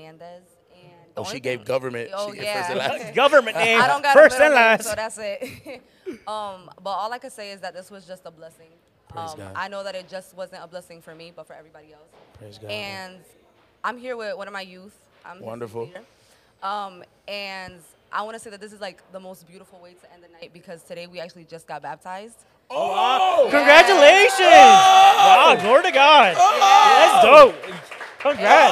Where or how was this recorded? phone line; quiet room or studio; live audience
live audience